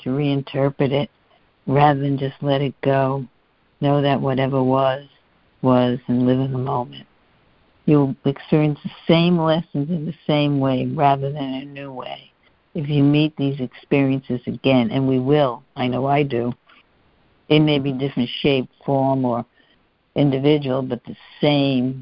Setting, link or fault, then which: link, phone line